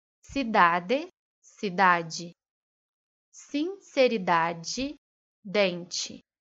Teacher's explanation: Algumas palavras terminadas com a vogal E, pela grande maioria dos brasileiros, são pronunciadas com o som da vogal I